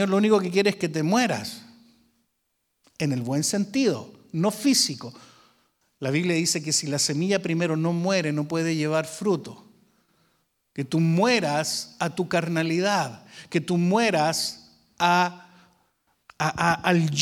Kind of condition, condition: setting, large echoing room